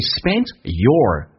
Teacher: 同时 d 加 ye 可以发成 z，这是一个同化音